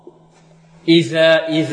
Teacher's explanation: الذال تخرج من طرف اللسان مع طرف الثنايا العليا